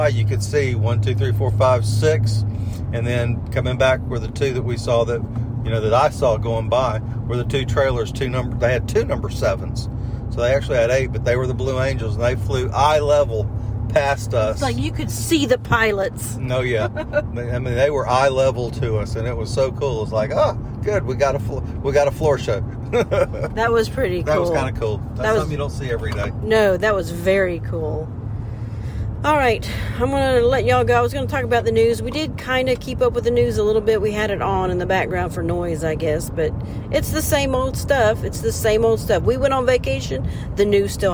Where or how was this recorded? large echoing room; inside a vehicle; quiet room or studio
inside a vehicle